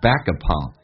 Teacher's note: Back upon 有一个连音，那个 k 要浊化成 g，在美式发音叫 back uponyou，可以把 you 强调出来，因为对你反过来进行微笑。It smiles back upon you.